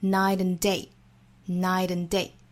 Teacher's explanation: night 尾部的 t 和后面元音的连读 · Term: flip T